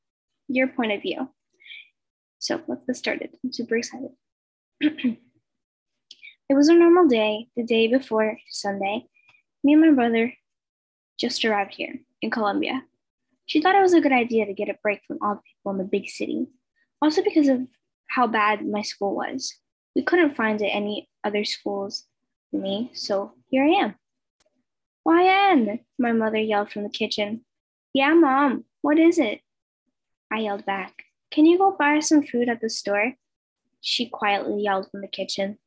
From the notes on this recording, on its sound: I recorded this on zoom super sorry if its loud or bad quality!